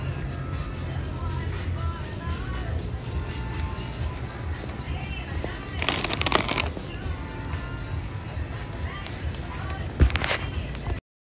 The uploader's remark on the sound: NASHVILLE STREET SOUNDS